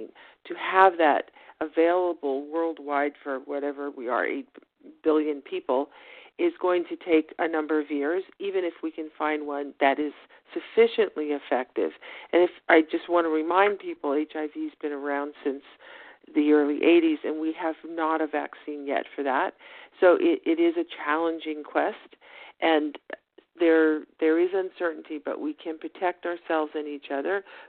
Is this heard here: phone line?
yes